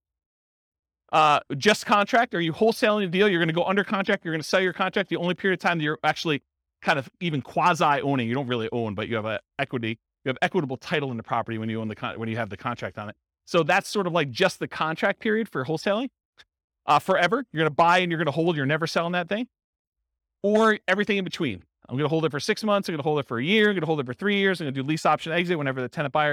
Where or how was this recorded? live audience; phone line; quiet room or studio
live audience